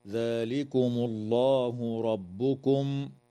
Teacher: تفخم اللام في اسم الله لوقوعها بعد ضمة